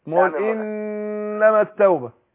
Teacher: النون مشدده تاخد لنا حركتين